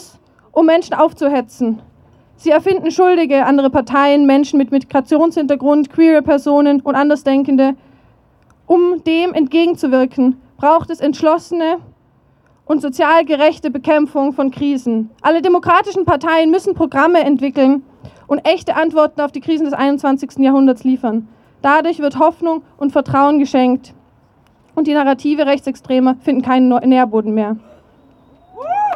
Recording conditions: outdoors